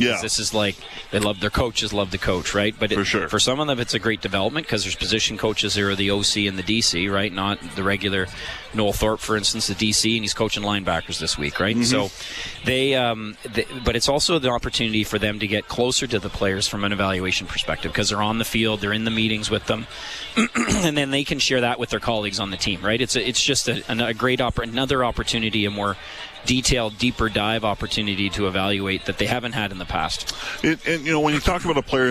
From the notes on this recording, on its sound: LIVE from the 2023 CFL Combine. LIVE from Commonwealth Stadium for the 2023 CFL Combine.